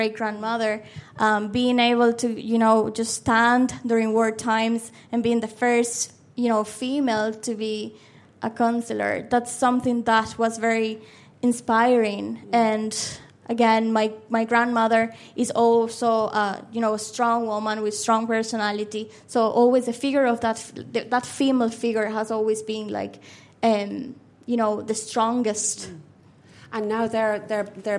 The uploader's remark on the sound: we hosted a special live episode of the podcast at The Dean Hotel in Dublin